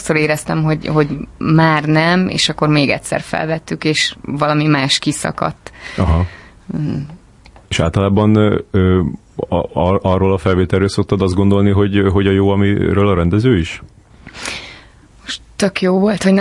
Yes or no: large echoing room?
no